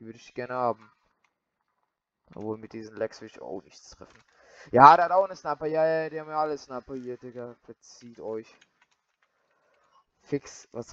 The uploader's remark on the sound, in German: Richtig schlechte Sound Qualität.